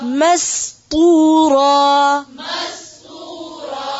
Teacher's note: ميم کو نہیں موٹا کرنا ناسین کو صرف طا کو